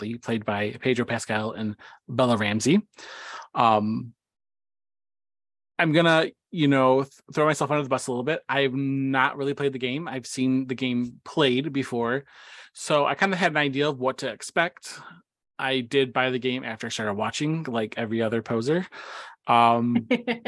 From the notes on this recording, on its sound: That includes us here at The Cosmic Circus, so of course we had to jump on Zoom for The Last of Us discussion podcast, capping the end of an excellent season.